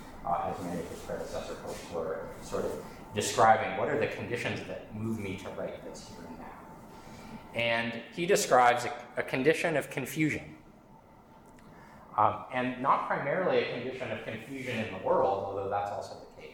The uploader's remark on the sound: This lecture was given on June 21st, 2023, at Stonyhust College.